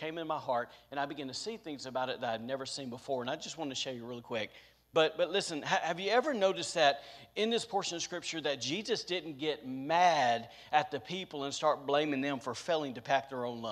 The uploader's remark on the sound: was recorded on Sunday, November 21st, 2021, during service at The Anchor Church in Rockport, Maine.